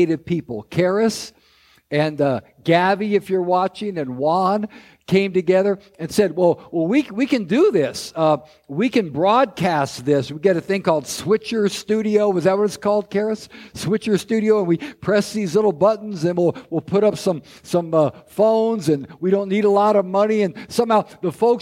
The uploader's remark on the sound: This episode is a recording of Christ Street Fellowship's 10th anniversary service.